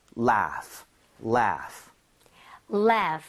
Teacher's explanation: 아랫입술 위에 윗니가 살짝 올라가서 바람이 나와야 됩니다.